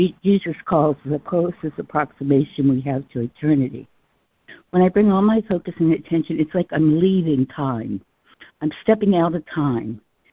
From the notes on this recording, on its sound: ACIM Daily Conference Call